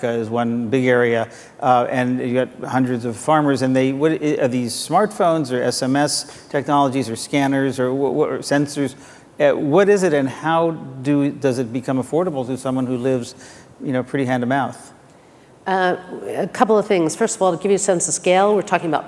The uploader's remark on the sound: The best of live interviews from GreenBiz events.